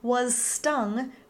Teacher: we need both the voiced phonetic Z to end was and the unvoiced S to begin stung